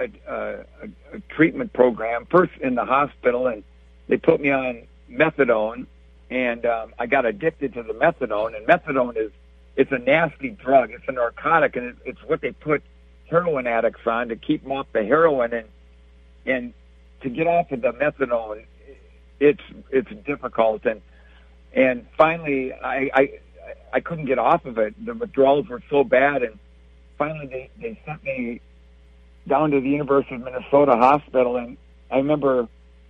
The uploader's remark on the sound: Please note, in these days of social distancing, we had to do this via cell phone. The quality isn't always great.